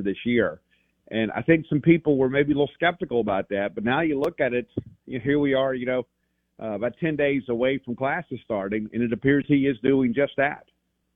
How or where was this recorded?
phone line